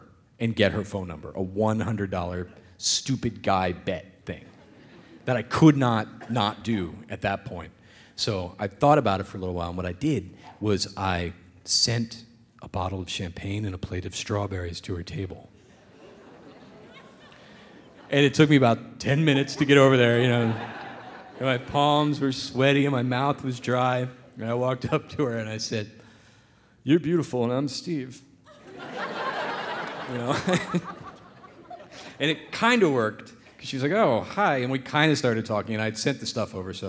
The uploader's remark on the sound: The Moth Radio Hour: Live in Boston